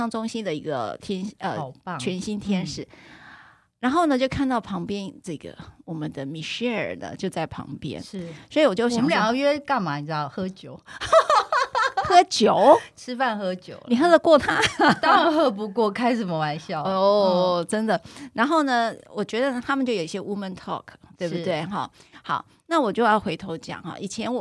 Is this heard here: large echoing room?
no